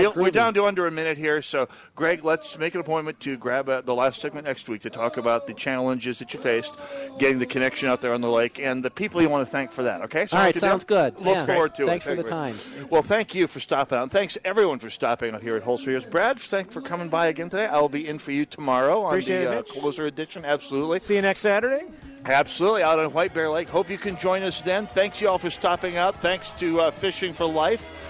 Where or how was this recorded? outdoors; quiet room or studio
outdoors